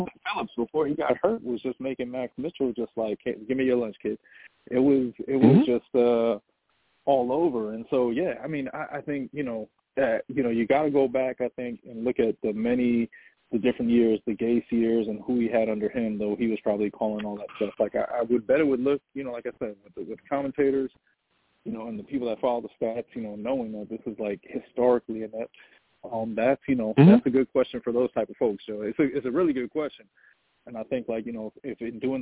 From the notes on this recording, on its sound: New York Jets VS Miami Dolphins post-game show! I take live callers!